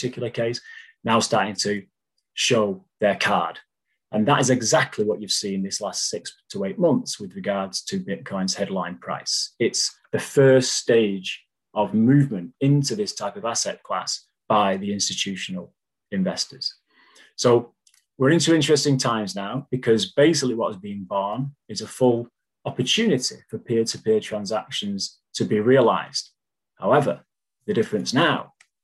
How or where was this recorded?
video call